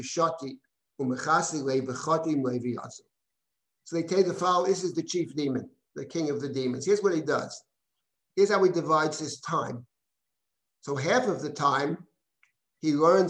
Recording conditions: video call